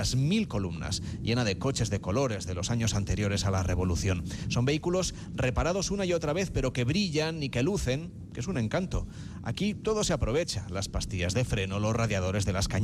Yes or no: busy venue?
yes